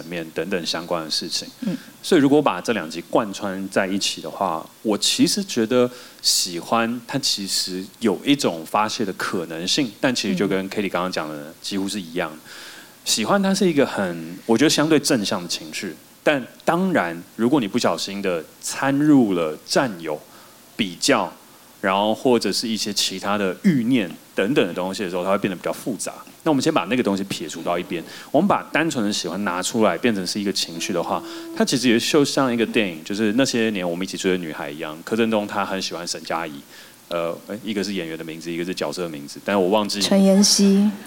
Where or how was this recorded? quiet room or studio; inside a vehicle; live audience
live audience